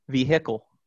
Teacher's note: When English speakers want to say vehicle, they have to put secondary or perhaps even primary stress on the syllable with the I sound so that the H can appear